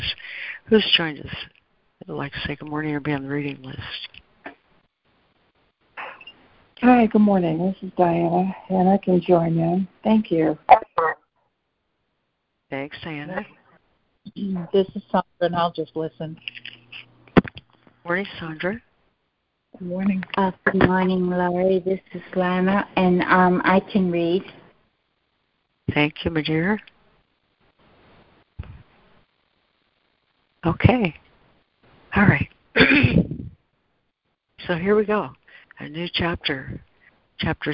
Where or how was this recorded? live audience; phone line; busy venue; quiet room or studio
phone line